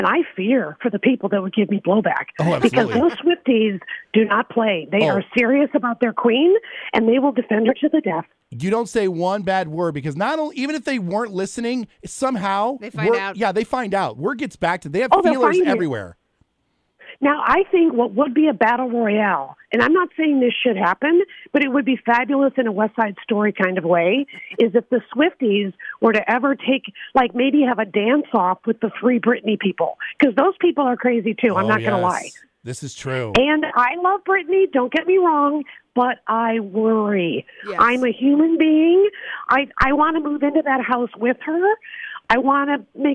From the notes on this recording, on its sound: She called in to give us a little preview!